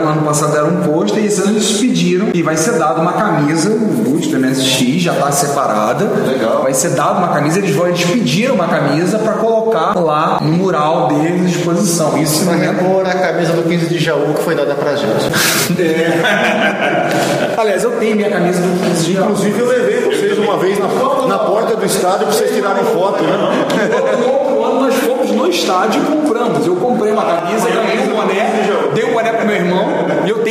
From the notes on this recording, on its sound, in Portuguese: Direto da MSX Jaú (e não conseguimos acertar o som, pedimos desculpas). Seção de notícias gravadas na Campus Party 2012. Músicas de fundo: Músicas variadas de MSX.